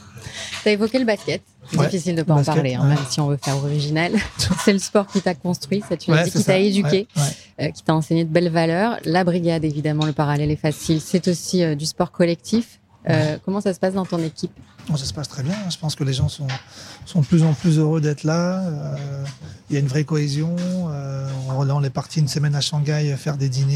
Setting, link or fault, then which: setting, busy venue